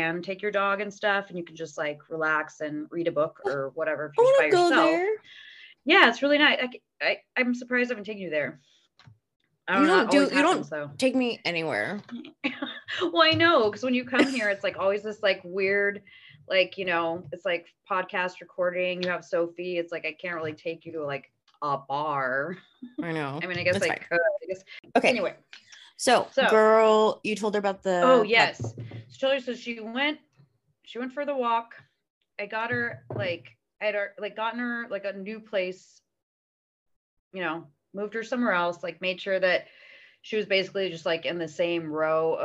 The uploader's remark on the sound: We had to ZoOm call this week